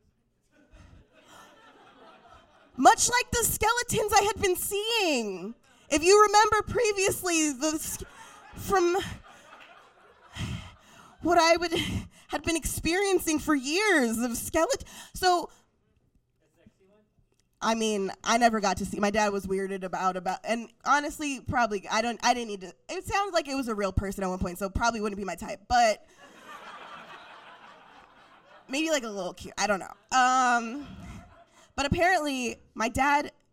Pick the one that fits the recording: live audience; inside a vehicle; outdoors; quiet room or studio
live audience